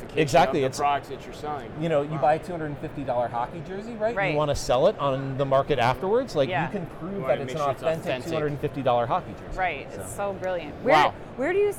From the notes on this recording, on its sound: Live From NRF. LIVE FROM #NRF2024.